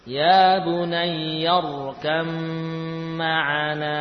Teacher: Ba bertemu mim dibaca idgham. Ba-nya hilang, ya. Lalu masuk ke dalam huruf mim dengan sempurna, gunnahnya juga nampak jelas.